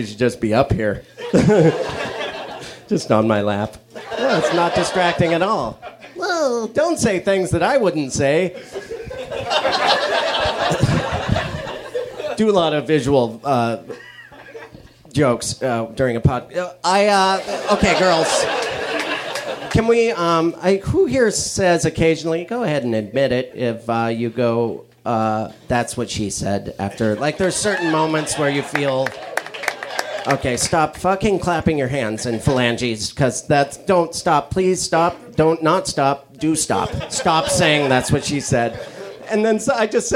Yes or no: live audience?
yes